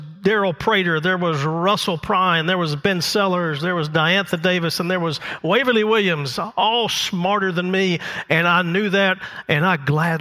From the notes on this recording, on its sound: The message recorded live at Covenant.